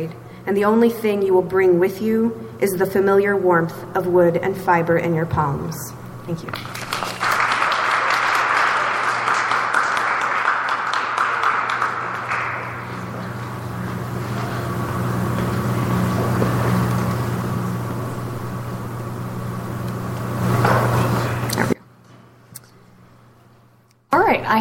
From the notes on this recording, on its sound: … Release Party: Live from the McKnight Center At WSU